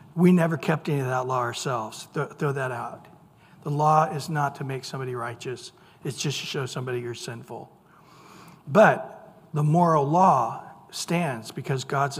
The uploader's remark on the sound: Recorded at Calvary Chapel of Los Alamitos on April 26 2023 - Wednesday evening sermon. Recorded at Calvary Chapel of Los Alamitos on April 26 2023 - Wednesday evening sermon.